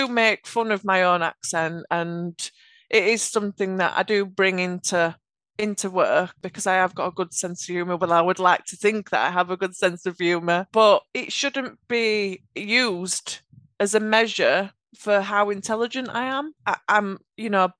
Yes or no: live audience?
no